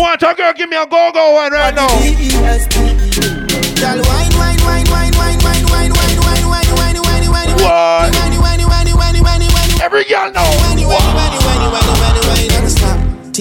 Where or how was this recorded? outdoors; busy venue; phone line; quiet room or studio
busy venue